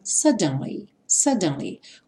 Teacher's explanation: No inglês britânico, eles falariam suddenly, suddenly, com o D bem marcadinho